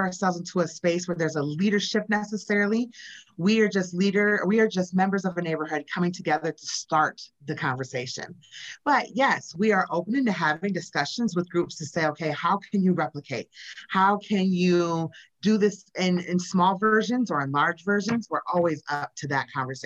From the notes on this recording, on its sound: This conversation was recorded on Zoom.